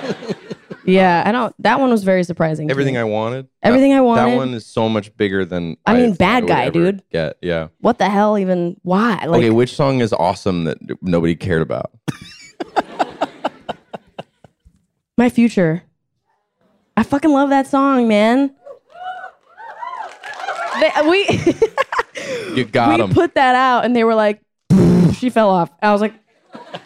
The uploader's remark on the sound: In front of an audience at Chapman University. Take questions from the host and students.